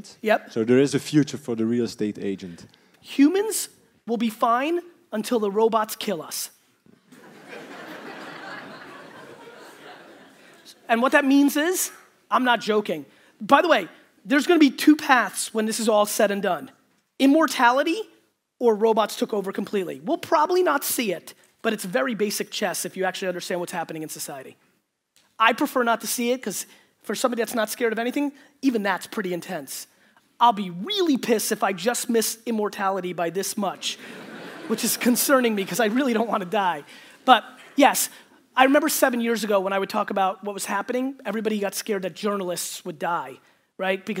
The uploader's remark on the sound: Today's Keynote Saturday is a throwback to 2017 in Belgium at the What's Next conference.